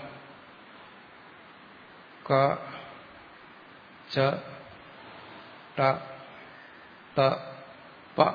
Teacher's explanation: നാക്ക് കൊണ്ട് ഒന്ന് അടച്ചിട്ട് തുറന്നുവിടുന്നു വായുവിനെ. അടച്ചിട്ട് തുറന്നുവിടുന്നതിനാണ് നമ്മൾ പറയുന്നത് സ്ഫോടകം, ബോംബ്.